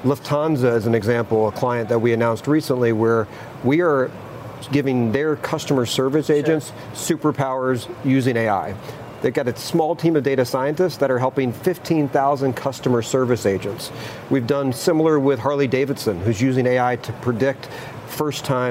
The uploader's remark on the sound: live from The New York Stock Exchange